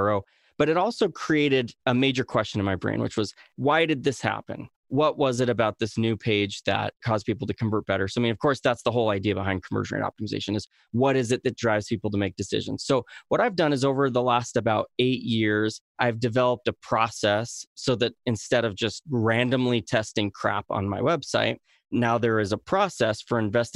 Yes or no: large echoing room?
no